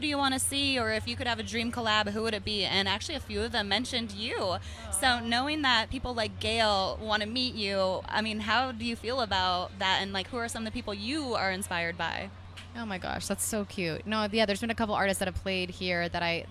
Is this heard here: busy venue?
yes